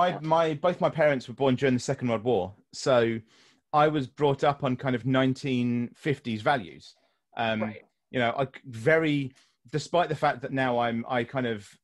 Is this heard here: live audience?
no